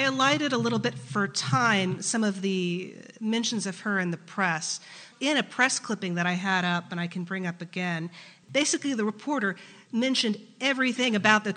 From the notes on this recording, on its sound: was recorded in front of a live studio audience